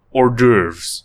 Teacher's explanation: There's an H there, but, you know, conveniently swallowed · Term: swallow the H